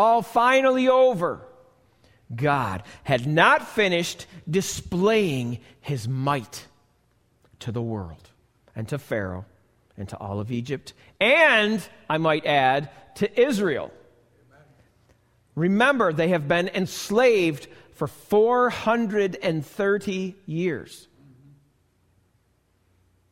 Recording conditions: large echoing room